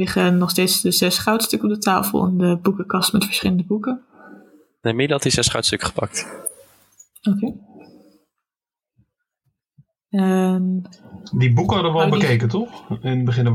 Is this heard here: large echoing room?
no